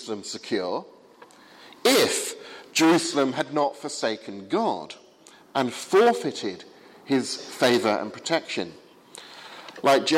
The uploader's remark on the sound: Sermon on Psalm 48 from the 8 am service at Highfields Church, Southampton, 31st January 2016.